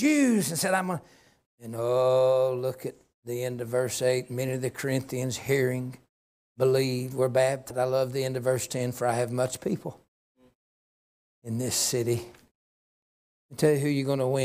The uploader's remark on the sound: A message given at Liberty Baptist Church, Fircrest, Washington